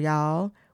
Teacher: the Southern accent, which is kind of a drawl, y'all. We hold on to the vowels like that.